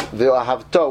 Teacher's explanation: the correct pronunciation is ve'ahavto, which means you're accenting, you're lengthening the last syllable of the word, as opposed to the hey, which most people read the word ve'ahavto.